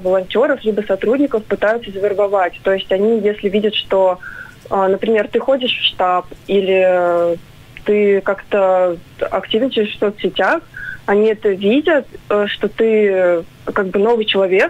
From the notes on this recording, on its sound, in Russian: По телефону